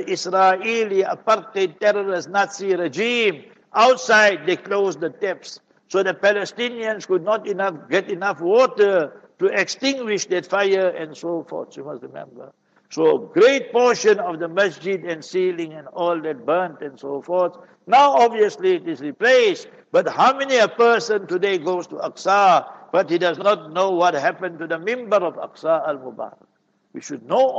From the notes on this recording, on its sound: Jumah Lecture at Verulam Masjid